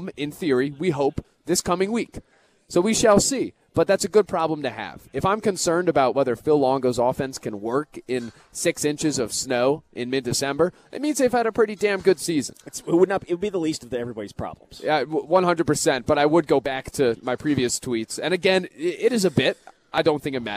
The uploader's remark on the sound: live at Monk's in Sun Prairie